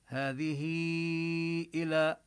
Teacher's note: هذه إلى، وهنا الهاء توصل بياء، الهاء الثانية التي بعد الذال من هذه نصلها بياء لأن الهاء وقعت بين متحركين. وبما أنه جاء بعدها الهمزة فحكمها حكم هذه الياء التي وصلنا الهاء بها، حكمها أنها تمد مثل المد المنفصل الجائز.